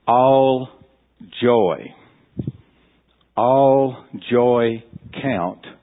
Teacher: The emphasis is on joy, not count. The emphasis is on joy.